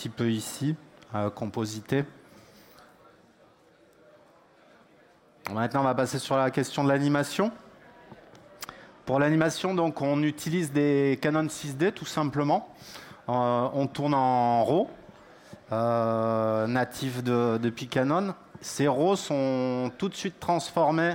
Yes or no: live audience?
yes